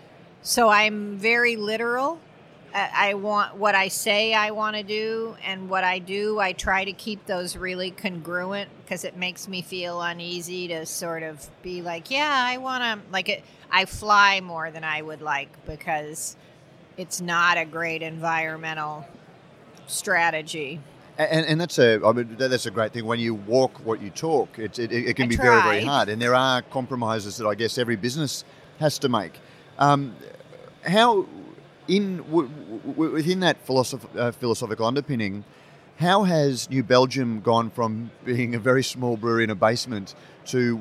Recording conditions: busy venue